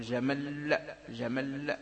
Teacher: قلنا بالضمة. إذن قال أو أشمم الضمة أو قف مضعفا، إذن هناك الوقف لكن مع تضعيف الحرف الأخير، وليس مضعف وحركته عادية، لكنه ماذا تقف عليه مضعفا، تقول